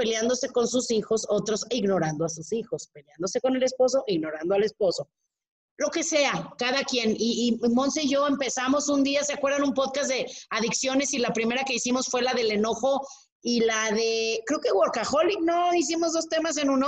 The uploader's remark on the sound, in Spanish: platicamos con los que entraron al zoom